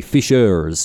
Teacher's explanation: In Australian, obviously, we don't have the rhotic R, the hard R sound that you would have, for example, in the United States. So in America, you would say fishers with the R